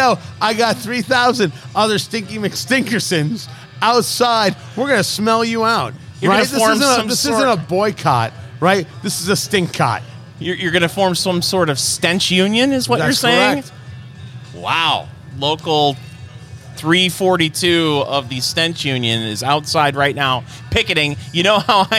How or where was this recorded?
busy venue